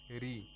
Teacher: the ra is pronounced with thinness, with tarqiq, because the ra has a Kasra.